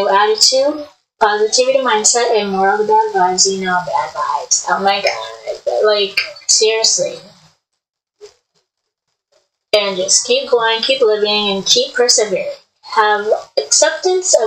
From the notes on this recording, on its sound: I couldn't make the audio clear